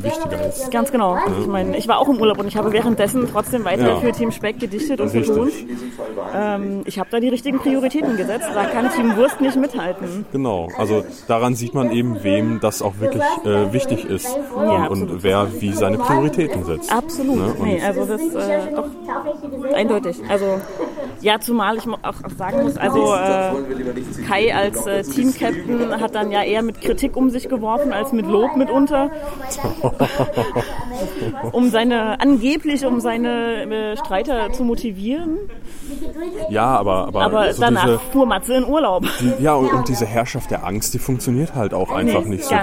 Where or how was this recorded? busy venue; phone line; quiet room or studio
busy venue